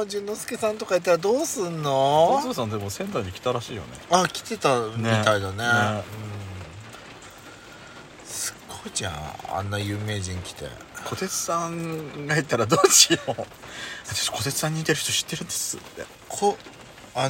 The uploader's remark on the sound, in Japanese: パーキング収録。雨音ノイズ。